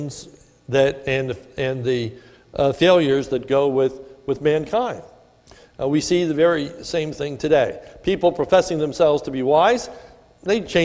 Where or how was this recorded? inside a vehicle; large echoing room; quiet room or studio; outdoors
large echoing room